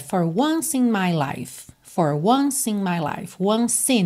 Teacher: você já junta o C de once em E de in